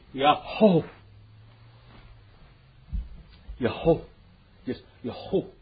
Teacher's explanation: it starts with a yeh, all right, yod, and then it just breathes out